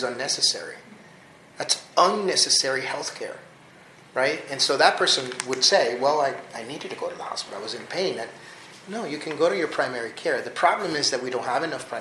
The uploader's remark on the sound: MISSION, Texas - Those attending a recent conference in the Rio Grande Valley. An exclusive interview at the conclusion of the Accelerator 2023 RGV Health Equity Conference. The event, held at the Mission Event Center, was co-hosted by Western Governors University and AltaCair. Here is an audio recording of the interview.